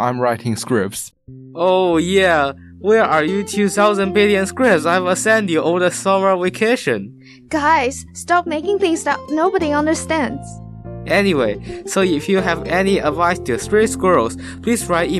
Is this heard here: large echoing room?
no